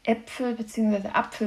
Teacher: Also da ist die Verschiebung des Lautes P zu Pf erfolgt, in den rheinfränkischen Dialekten nicht.